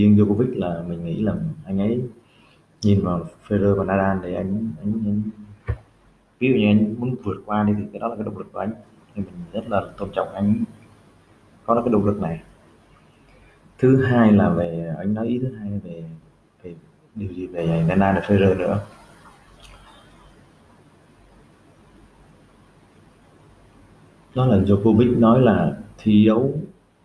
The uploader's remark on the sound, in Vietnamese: Đây là tập podcast chưa chỉnh sửa, cắt ghép; thu qua microphone bằng máy HP của mình.